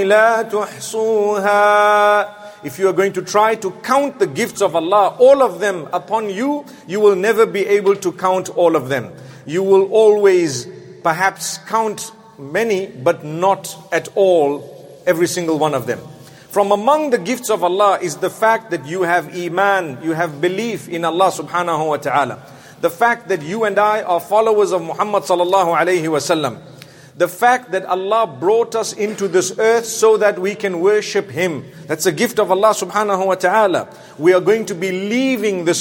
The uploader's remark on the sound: Jumu&#8217;ah Lecture from London Holloway Masjid